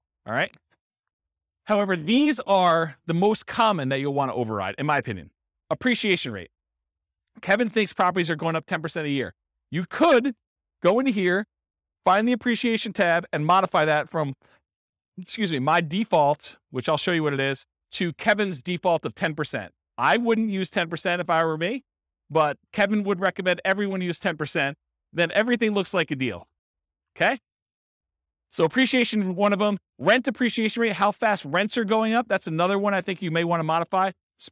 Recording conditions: live audience